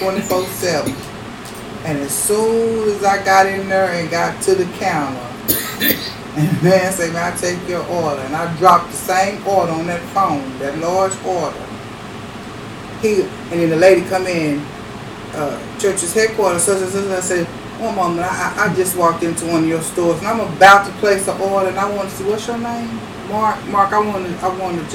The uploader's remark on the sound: The audio sucks....